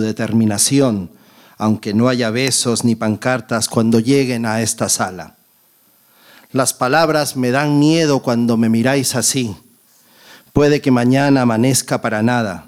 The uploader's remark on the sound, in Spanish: Muchas gracias a todos los que nos habéis podido acompañar en el Ámbito Cultural del Corte Inglés de Callao en la grabación de la #Luna377